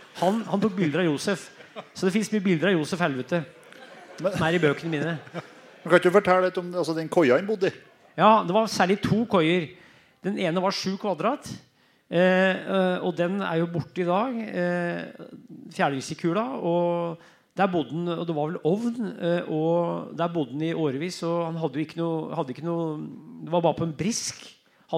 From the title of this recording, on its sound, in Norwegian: Live fra Løten